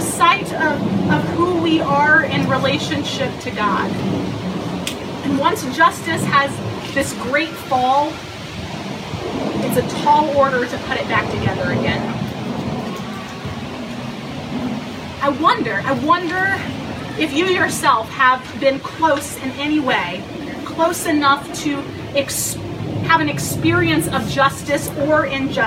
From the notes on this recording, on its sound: Worship Among the Leaves (an outdoor recording)